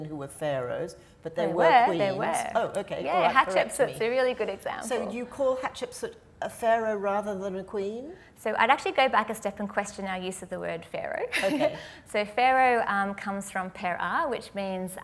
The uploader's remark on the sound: Live at the AM